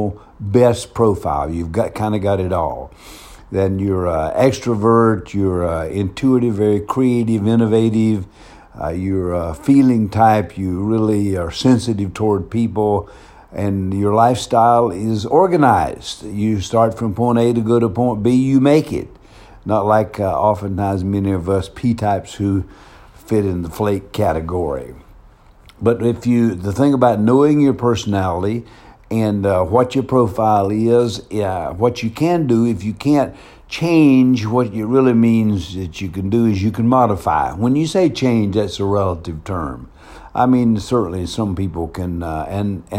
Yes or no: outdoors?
no